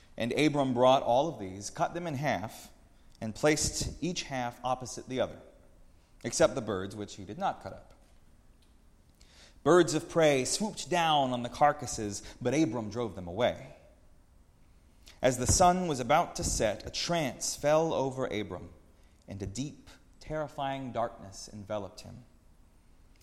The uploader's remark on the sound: preached at Northminster Church on March 17, 2019